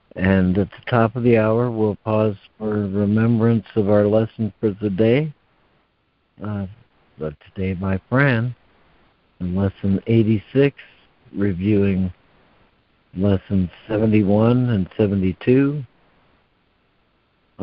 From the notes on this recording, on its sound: ACIM Daily Conference Call.